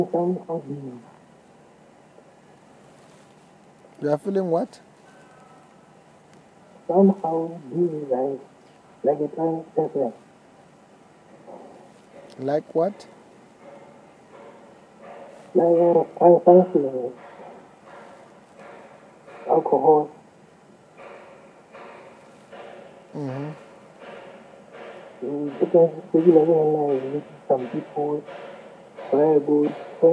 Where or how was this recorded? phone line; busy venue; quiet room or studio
phone line